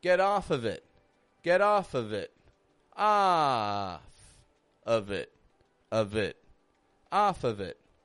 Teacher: the letter F is being pronounced as a V. We're giving it a little bit of voice. We're not making it off, get off of it, get off of it, but get off of it, get off of it, off of it, off of it.